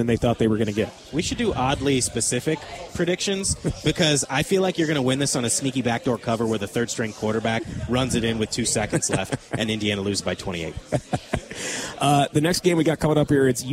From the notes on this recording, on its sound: live from Monk's Bar and Grill in Sun Prairie